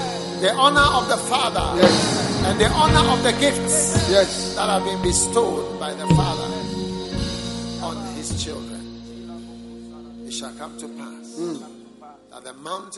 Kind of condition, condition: setting, live audience